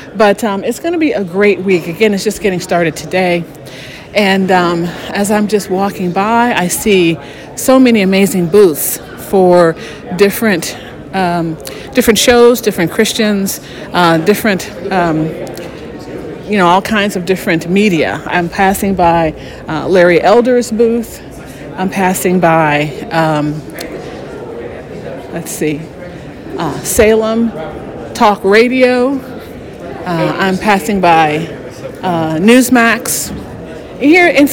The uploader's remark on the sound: Live at the NRB Christian Media Conference. I’ll be broadcasting all this week from the conference.